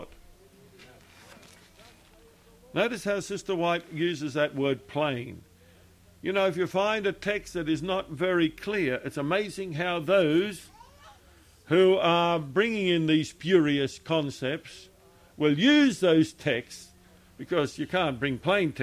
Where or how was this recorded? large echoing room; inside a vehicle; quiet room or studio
large echoing room